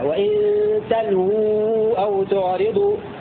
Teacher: بسكون اللام وواو مضمومة بعدها